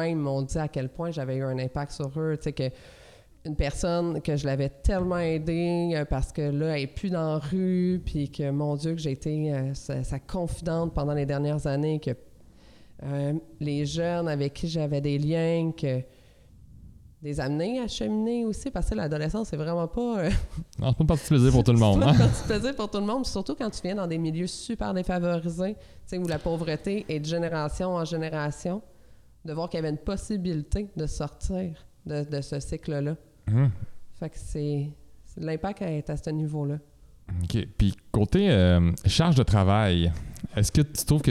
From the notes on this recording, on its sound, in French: Le podcast a été enregistré en juillet 2021 à la microbrasserie le Boquébière au 50, rue Wellington Nord à Sherbrooke